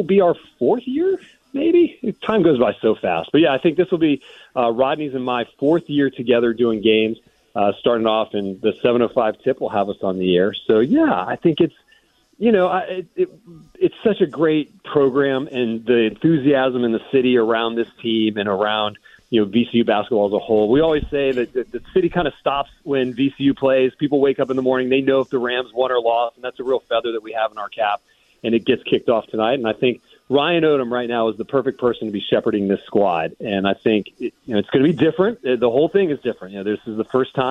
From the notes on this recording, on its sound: we take callers